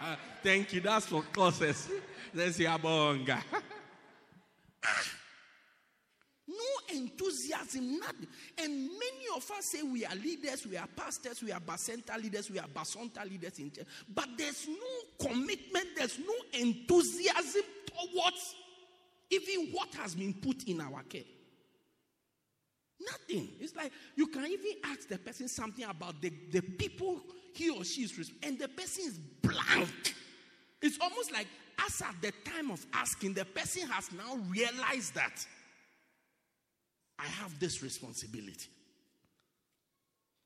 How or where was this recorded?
large echoing room